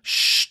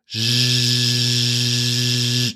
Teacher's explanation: Now, to feel the resonance, what we call the resonance, which is basically the vocal folds moving together, they're connecting together very quickly, and that's causing the vibration or the phonation · Shown in: second take